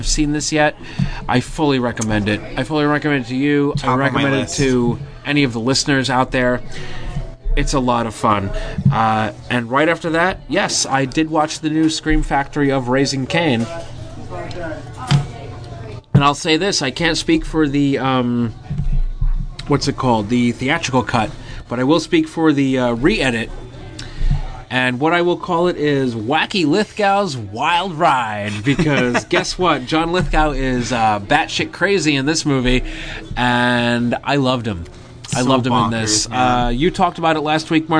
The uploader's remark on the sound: A special episode recorded partially live from The Office Lounge in New Jersey.